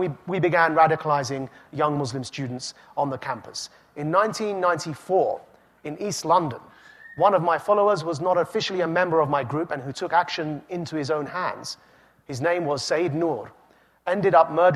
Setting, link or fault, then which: setting, live audience